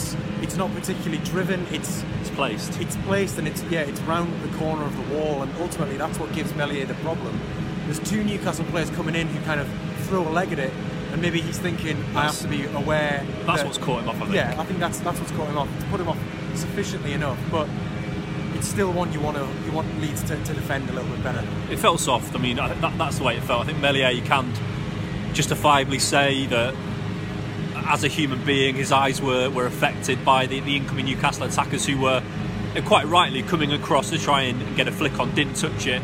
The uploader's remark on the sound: live from Elland Road